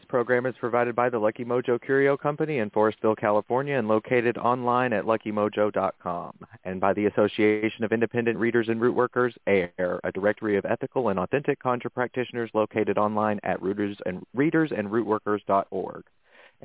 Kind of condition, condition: link, phone line